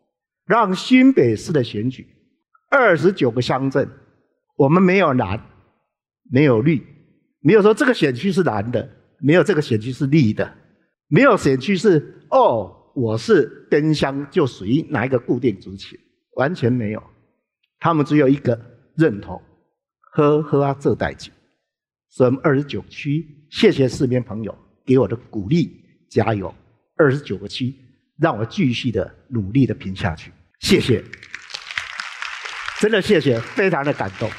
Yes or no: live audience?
yes